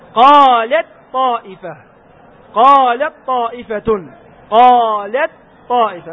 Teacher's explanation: أما التاء في الطاء فإنها تدغم إدغاما كاملا. قالت طائفة، قالت طائفة، قالت طائفة، ما هناك تاء ولا بقي صفة من صفاتها.